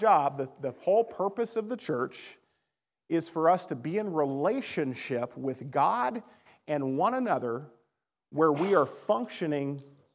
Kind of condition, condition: setting, large echoing room